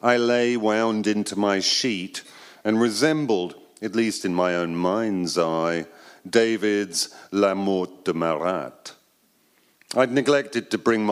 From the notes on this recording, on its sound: Live at Pin Drop at the Royal Academy of Arts. Live at Royal Academy of Arts.